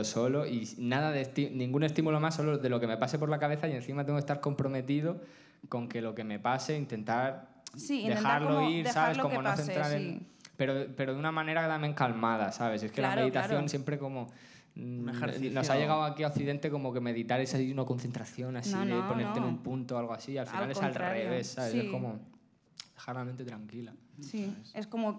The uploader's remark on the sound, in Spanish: Primer show con público